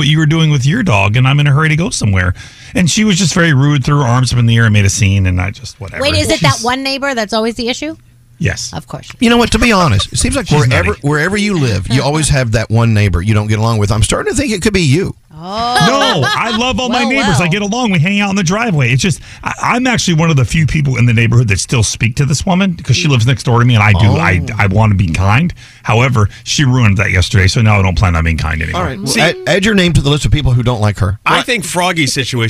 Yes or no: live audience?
no